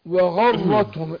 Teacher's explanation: الراء هنا مشددة ايه مفتوحة هتفخم